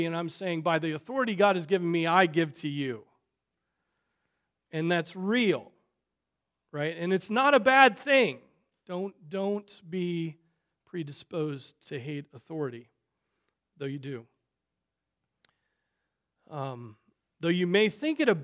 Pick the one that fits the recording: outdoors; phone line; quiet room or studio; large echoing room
large echoing room